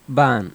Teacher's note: The two words ba'an, which mean I am, become when spoken ban.